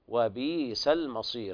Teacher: قرأ ورش بإبدال الهمزة الساكنة حرف مد من جنس حركة ما قبلها